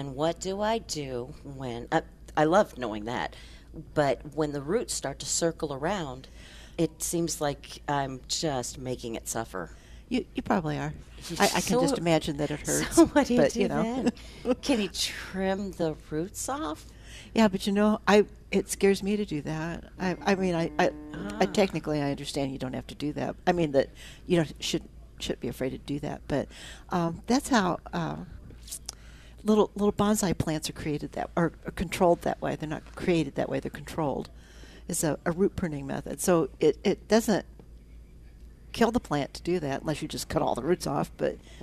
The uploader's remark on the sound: Live at Prairie Gardens 10-21-21